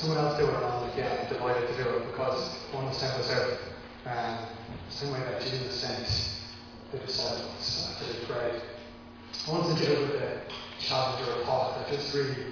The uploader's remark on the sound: Recorded live in Liberty Church on 1 August 2021